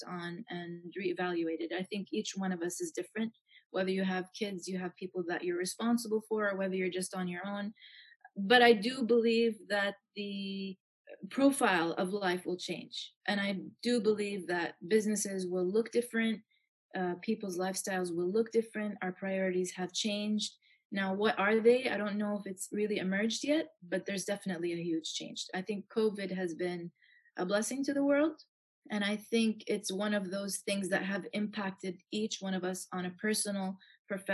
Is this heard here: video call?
yes